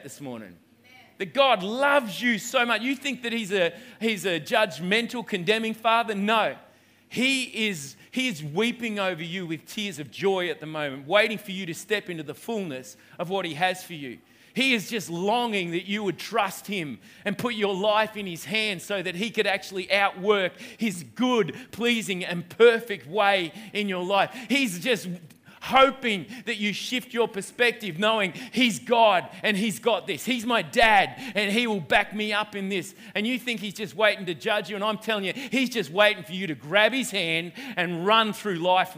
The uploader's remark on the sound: Delivers the word for River Edge Church. This message was recorded on 19/01/2020 at the 11am gathering.